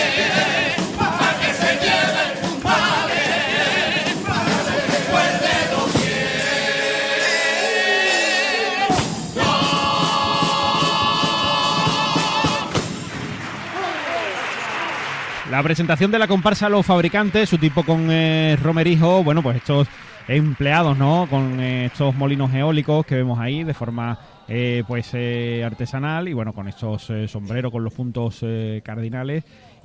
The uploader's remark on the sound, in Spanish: En directo desde el Gran Teatro Falla de Cádiz, escucha la retransmisión del Concurso Oficial de Agrupaciones Carnavalescas del Carnaval de Cádiz 2024 en Onda Cero.